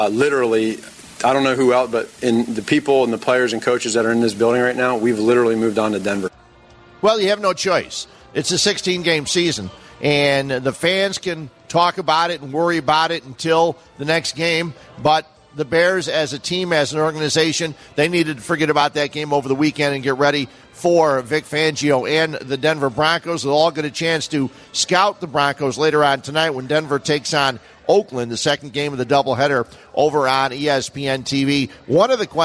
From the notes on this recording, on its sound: ESPN Chicago. Live from Bannerman's Sports Grill.